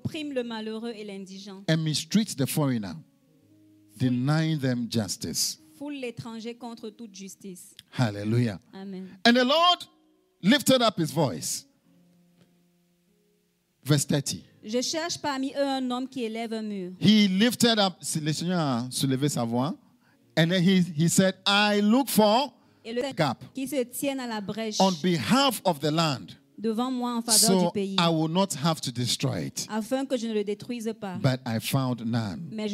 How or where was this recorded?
large echoing room